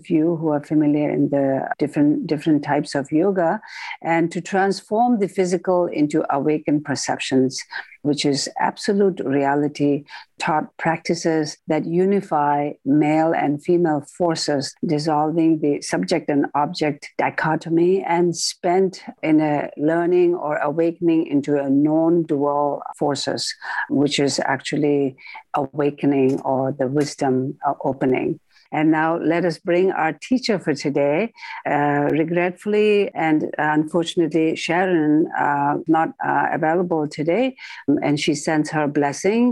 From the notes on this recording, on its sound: The Rubin Museum presents a weekly online meditation session. This podcast is a recording of the live online session.